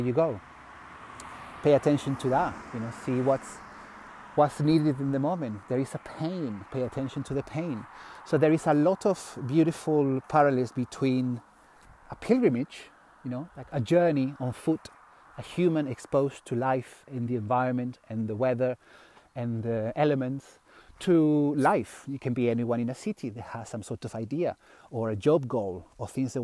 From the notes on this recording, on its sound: reflects while walking on the road